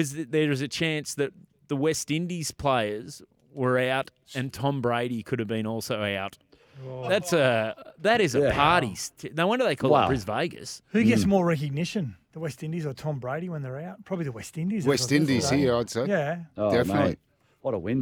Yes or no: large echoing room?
no